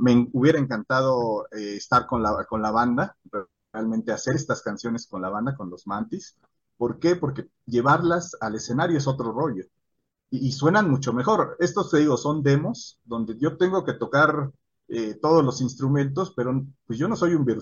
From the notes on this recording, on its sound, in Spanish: Charlamos via zoom